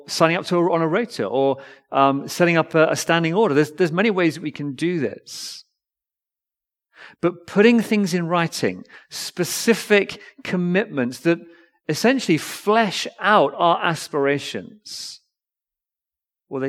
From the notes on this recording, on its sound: Recorded Live stream Sermon from Binscombe Church (BWS) 10th December 2023